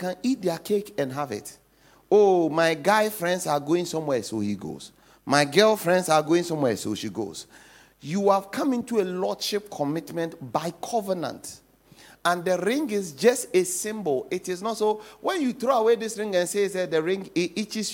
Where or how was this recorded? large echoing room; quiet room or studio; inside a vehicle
large echoing room